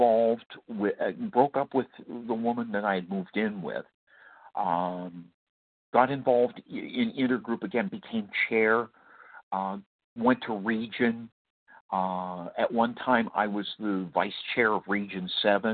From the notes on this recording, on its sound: qualification from the 100 Pounders Phone Meeting